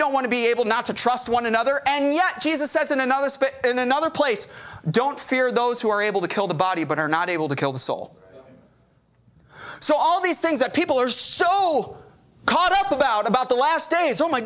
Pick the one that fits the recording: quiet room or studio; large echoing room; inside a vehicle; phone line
large echoing room